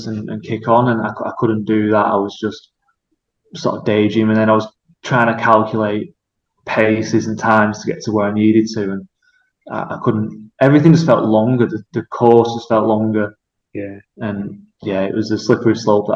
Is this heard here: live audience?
no